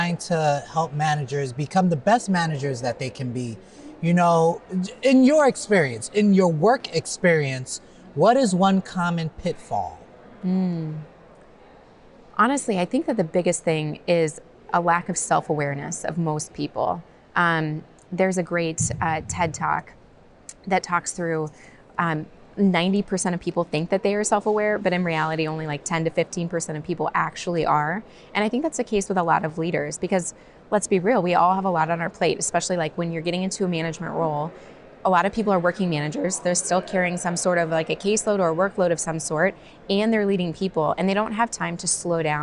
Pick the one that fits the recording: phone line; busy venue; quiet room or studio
busy venue